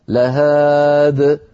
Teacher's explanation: نقف عليها لهاد من غير ياء في آخرها